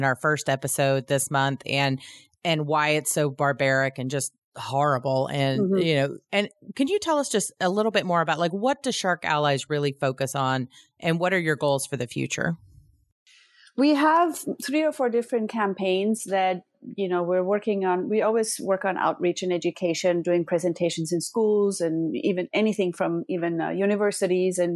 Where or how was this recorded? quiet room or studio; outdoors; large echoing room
quiet room or studio